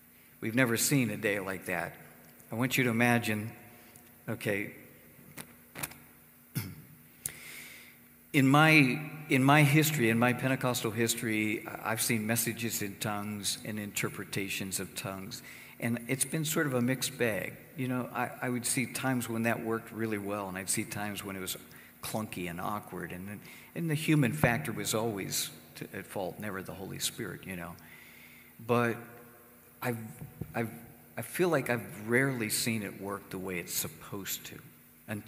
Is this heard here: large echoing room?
yes